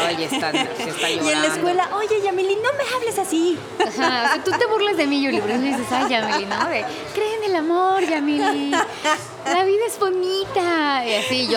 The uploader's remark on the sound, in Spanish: Esta vez bajo el ruido de un clásico dinner de la Ciudad de México, cubiertos, pláticas, meseras tomando la orden y mucha comida.